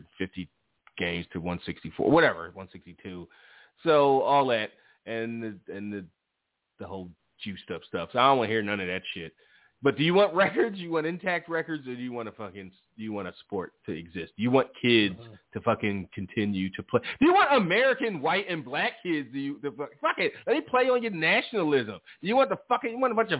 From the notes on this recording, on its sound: Live phone calls and more.